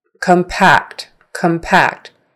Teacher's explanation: The C O M part is not stressed. Packed is stressed. So Anytime COM is not stressed, come, come, come, that is the uh sound, the schwa.